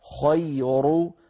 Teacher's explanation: الخاء مفخمة بعدها ياء مرققة، خي ثم بعد الياء المرققة راء مفخمة، عرو خير، فنفخم الخاء نرقق الياء نفخم الراء.